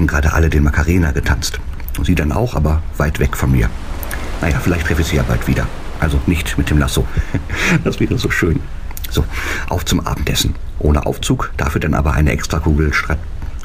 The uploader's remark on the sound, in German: Fährt mit der AIDAluna von Kiel nach New York und meldet sich jeden Tag live vom Schiff mit seinem Logbuch.